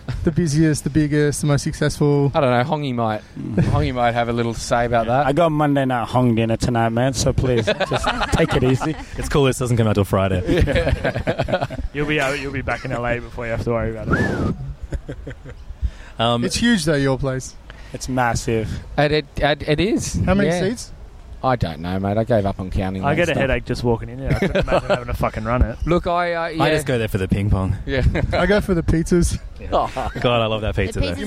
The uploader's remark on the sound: we recorded it in the sunny Harmony Park in Surry Hills